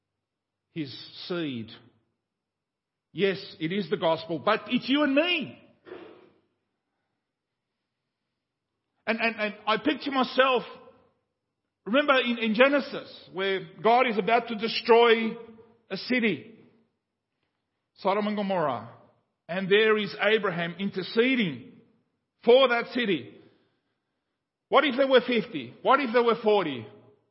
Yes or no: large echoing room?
yes